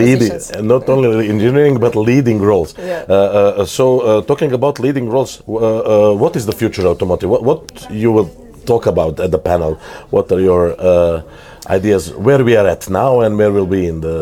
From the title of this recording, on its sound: Interview at Web Summit 2022